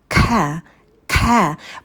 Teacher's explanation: А на к мы добавляем придыхание.